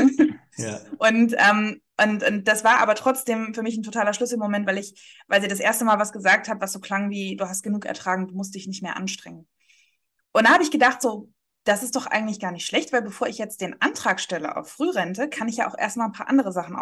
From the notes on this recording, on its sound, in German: hatten per Zoom einen netten Austausch